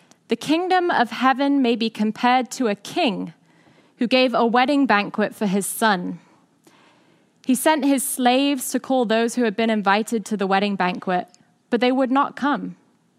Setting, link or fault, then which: setting, large echoing room